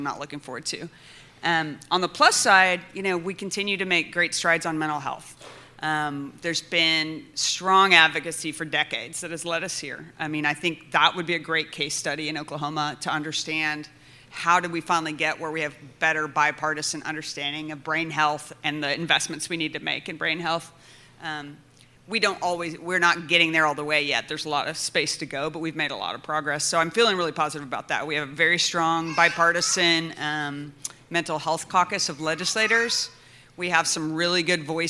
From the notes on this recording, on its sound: Recorded with a live studio audience.